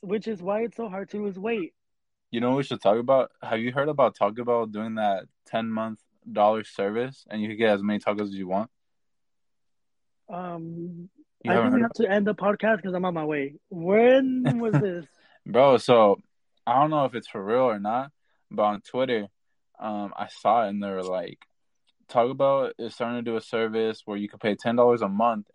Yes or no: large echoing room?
no